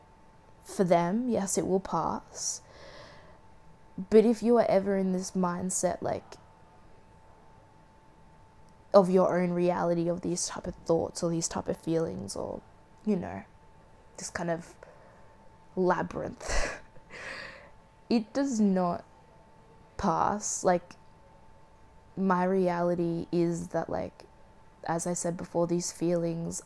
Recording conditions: sounds in the background